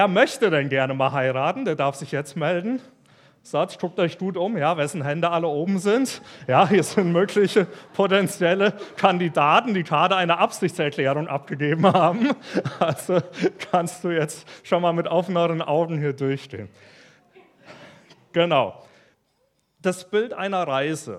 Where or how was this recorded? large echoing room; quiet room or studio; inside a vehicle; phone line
large echoing room